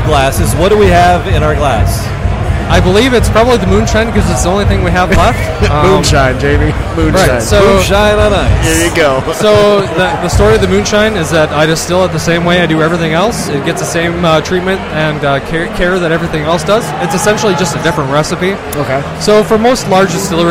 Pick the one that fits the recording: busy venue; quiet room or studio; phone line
busy venue